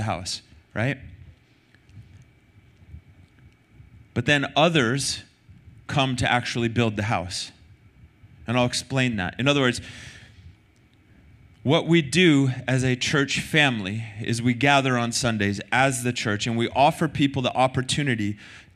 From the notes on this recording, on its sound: Recorded sunday night service 3-12-2023